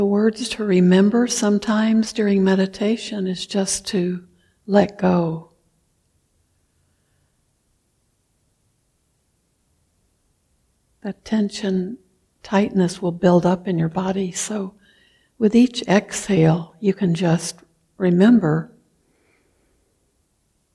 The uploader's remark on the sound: Recorded at the Blue Lotus Buddhist Temple on 2023-06-13. Recorded at the Blue Lotus Buddhist Temple on 2023-06-13.